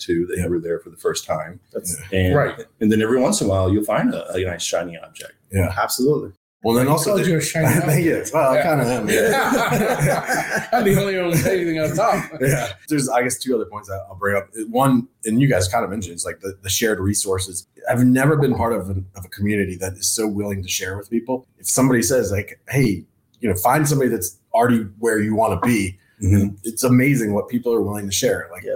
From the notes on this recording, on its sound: Live at Xchange 2020. Listen to this live interview "podcast". All at Xchange 2020 in San Antonio..